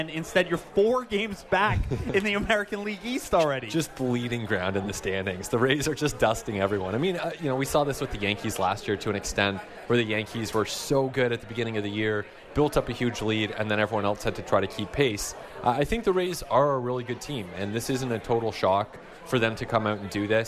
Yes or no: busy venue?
yes